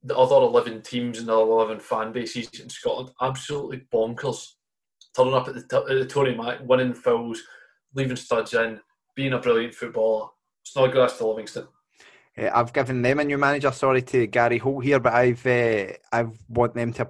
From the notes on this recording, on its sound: Thank you once again to the good people at Zoom who made this happen.